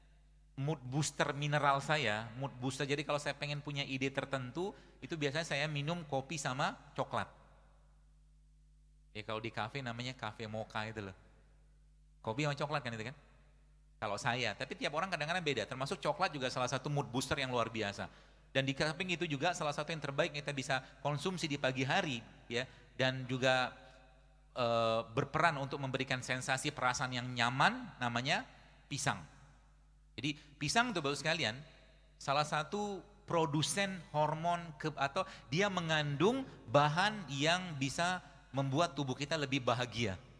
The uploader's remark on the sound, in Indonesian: Sebuah rekaman kajian di masjid Daaruttauhid Bandung